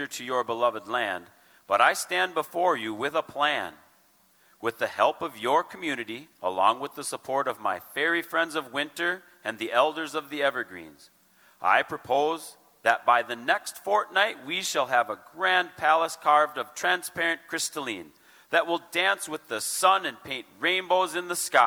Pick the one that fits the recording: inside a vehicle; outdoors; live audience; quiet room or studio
live audience